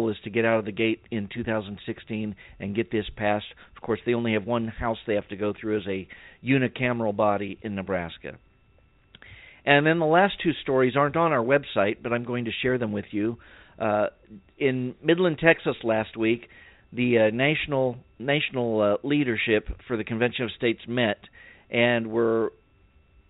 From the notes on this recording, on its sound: save some time for phone calls